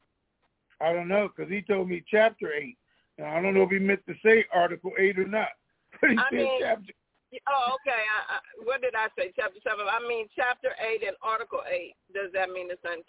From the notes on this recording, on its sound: TNTSuperfantastic Conference Call